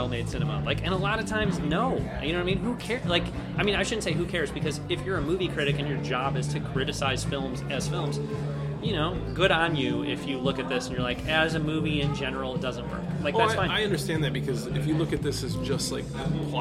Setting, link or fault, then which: setting, busy venue